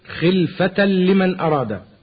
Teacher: تنوين وبعده لام، وأدغم التنوين في اللام من غير غنة · Term: إدغاما بغير غنة